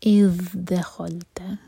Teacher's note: مدے منفصل اذ دخلت ذال پر تھوڑا ٹائم دیں گے اس کو رخاوا کہا جاتا ہے